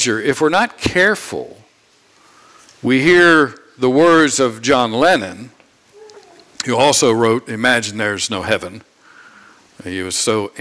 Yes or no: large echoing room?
yes